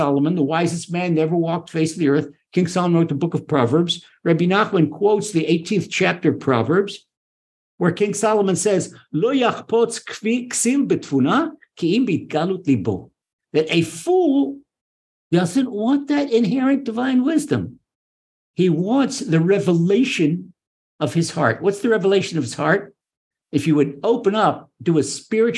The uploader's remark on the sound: Recorded via TORCHzoom. (Ashdod, Israel) by TORCH Centre (Houston, Texas).